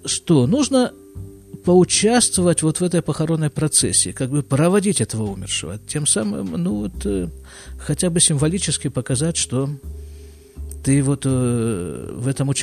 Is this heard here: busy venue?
no